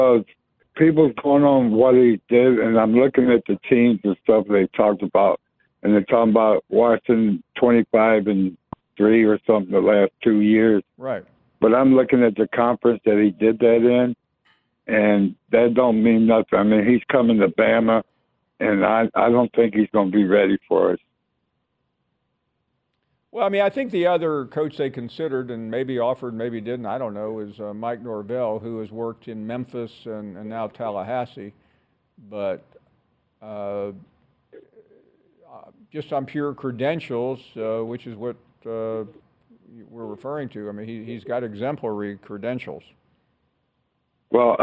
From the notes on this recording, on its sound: we continue with more of your phone calls